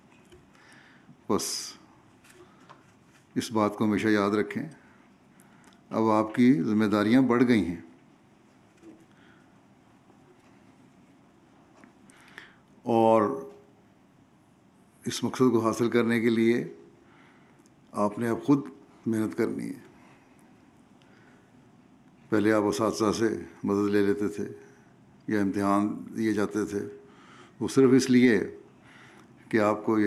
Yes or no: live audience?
yes